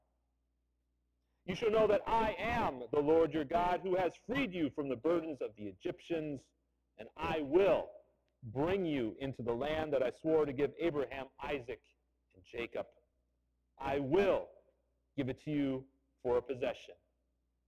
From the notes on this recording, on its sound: I apologize that the audio is not as good as it has been in previous weeks. You might have to turn it up a little more.